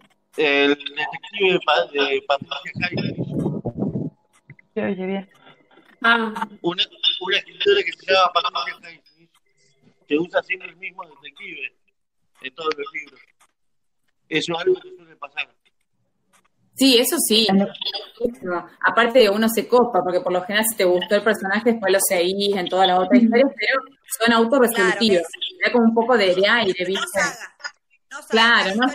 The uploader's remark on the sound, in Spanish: La hicimos usando #jitsi. Juntada Virtual.